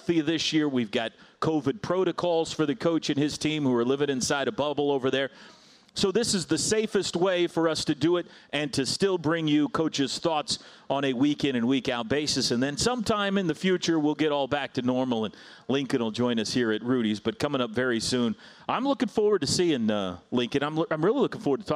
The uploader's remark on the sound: LIVE form Rudy's Country Store and BBQ.